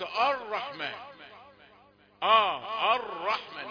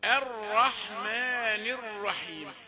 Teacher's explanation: يقول لا تقل ولكن الرحمن الرحيم، لأنك تأثرت، جعلت الهمزة المرققة التي لا تفخم بأي حال، جعلتها متأثرة بالراء المفخمة بعدها · Shown in: first take · فقلت الرحمن الرحمن. · Term: تفخيم الهمزة